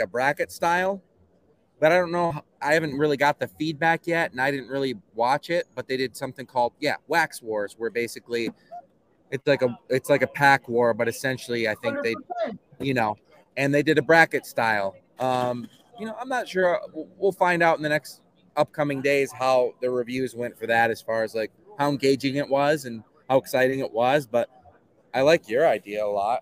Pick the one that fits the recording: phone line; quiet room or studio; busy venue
busy venue